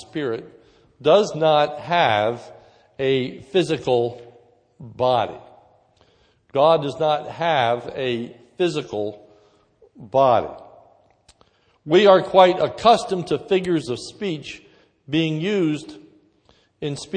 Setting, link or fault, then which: setting, large echoing room